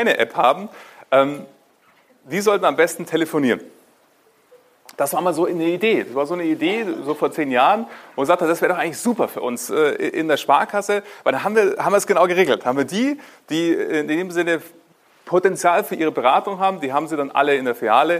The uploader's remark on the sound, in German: Mit der freundlichen Genehmigung der Sparkasse Ingolstadt Eichstätt kann ich Dich heute mal zu einer Live-Veranstaltung mitnehmen. Vor Vorständen, Führungskräften und Mitarbeitenden habe ich zu diesem Thema einen Impulsvortrag gehalten.